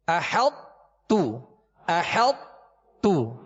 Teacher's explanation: آخر میں تو کی آواز نہیں نکالیں گے، تا کو باریک پڑھیں گے احط تو. اور یہ ادغام ناقص اس لیے ہے کہ تو حرف تا سے قوی ہے، تو حرف تا سے قوی ہے تو یہ ادغام کا معنی ہوتا ہے داخل کرنا. · Term: ناقص ادغام